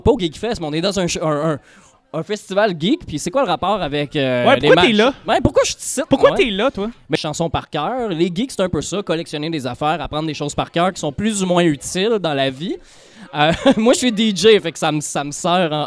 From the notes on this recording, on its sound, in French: Live au Geekulture. Pour la deuxième édition du Festival Geekulture de Lanaudière, j'ai été invité à faire mon podcast en direct sous la tente devant public!